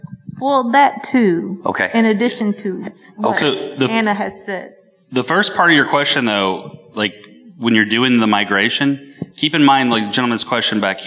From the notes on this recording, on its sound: answered questions from the attendees of the conference both in-person and online